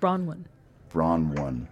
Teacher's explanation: No emphasis on the last syllable. First syllable.